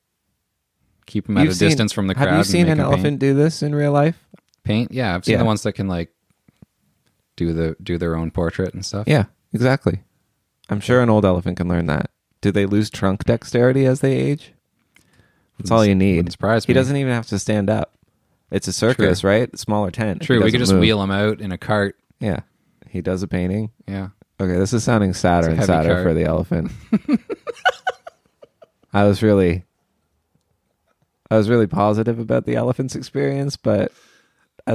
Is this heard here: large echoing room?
no